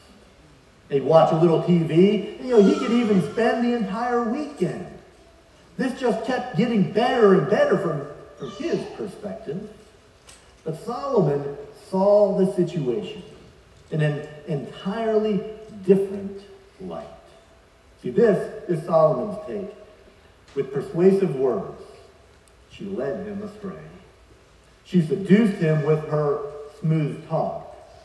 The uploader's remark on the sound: Please forgive the audio quality as we had some issues with the livestream.